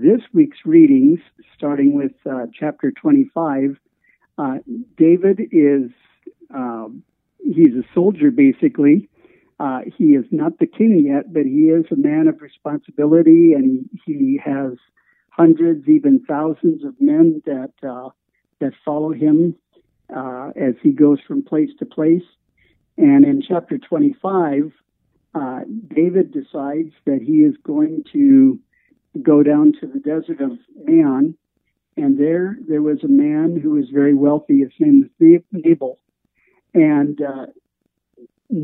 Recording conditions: phone line